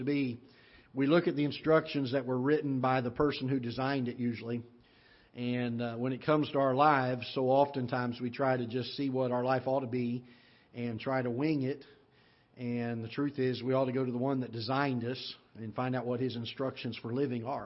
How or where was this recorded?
large echoing room